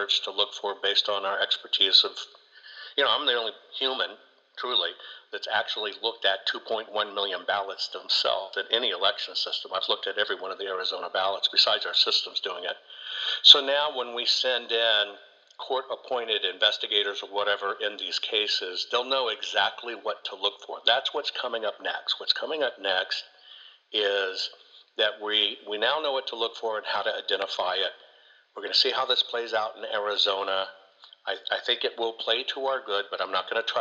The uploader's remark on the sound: joins me on this call